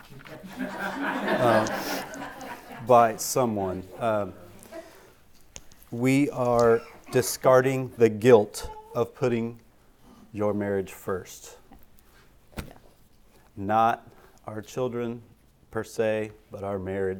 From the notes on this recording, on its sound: 2023 Marriage Seminar (Breakout Session). These episodes were recorded live at our 2023 Calvary Marriage Seminar.